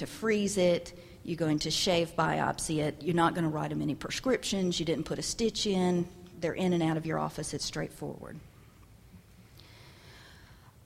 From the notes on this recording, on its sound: Audio podcast from the 6th Annual Fall Conference in Tampa, Florida.